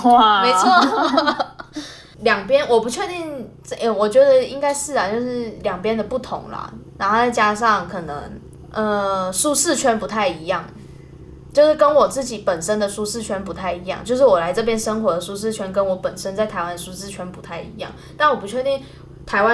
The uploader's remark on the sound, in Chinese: 本集節目錄製時不時會出現不知道哪裡發出來的低頻聲但怎麼都弄不掉，還請各位見諒。